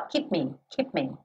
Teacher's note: o P é lábio com lábio. O M é lábio com lábio. · Então, eu não falo keep me, né? Não vou quicar no lábio com lábio. Eu vou uma vez só.